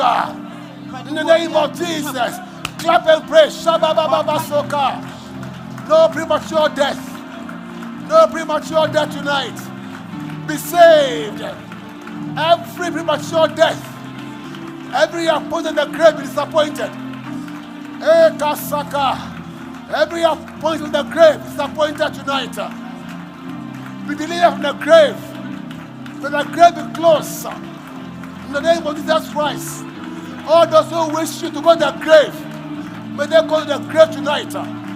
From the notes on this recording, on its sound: Preached at LCC Goshen.